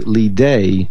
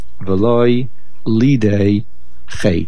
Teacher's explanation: Not only doesn't the yud have a shva under there, but the actual accent of the word is on the lamed · Shown in: second take · Term: nasoig achor